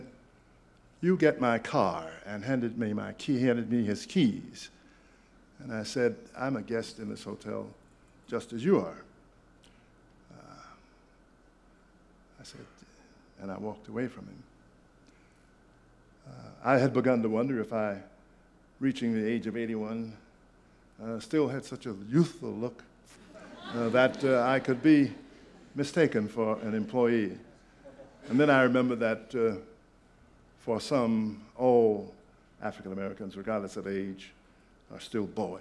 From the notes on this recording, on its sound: This podcast was recorded at the Academy of Achievement's 1996 Summit in Sun Valley, Idaho